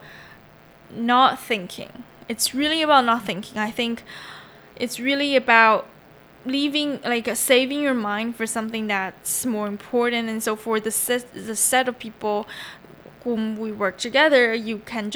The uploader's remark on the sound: sorry for the lurking buzzing noice